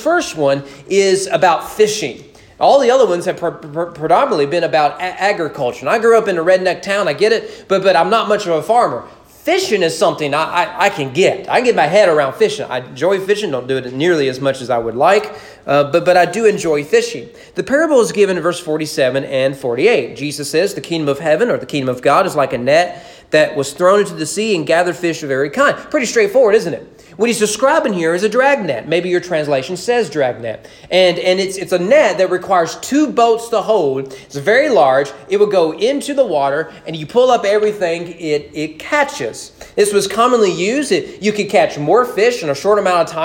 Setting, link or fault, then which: setting, large echoing room